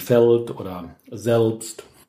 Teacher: Fachchinesisch müssten wir sagen, es ist ein velarisiertes L · Term: dickes L